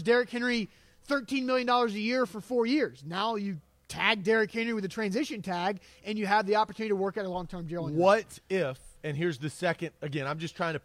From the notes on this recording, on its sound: LIVE from Nash House Southern Spoon & Saloon